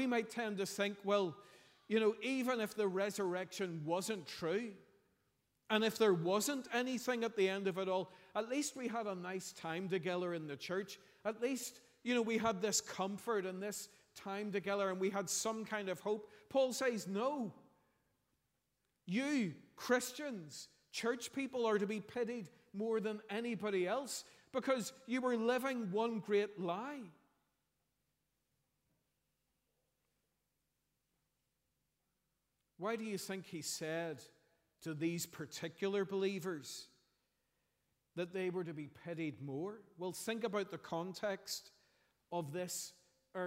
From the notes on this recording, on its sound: preached at our Easter Sunday evening service